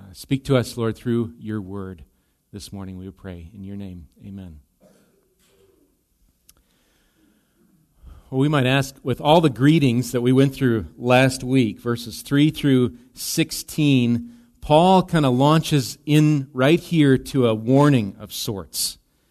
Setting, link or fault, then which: setting, large echoing room